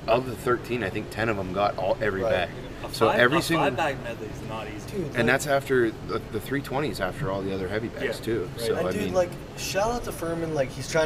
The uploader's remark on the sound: The 580 Show is back, live from the AIRPORT!